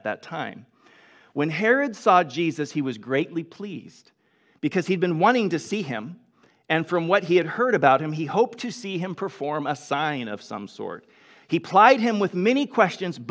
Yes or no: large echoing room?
yes